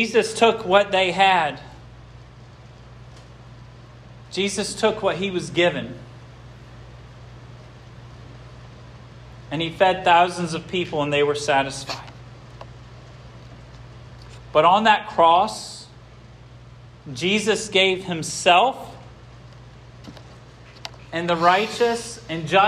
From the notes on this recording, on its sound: This sermon was preached at Hope Fellowship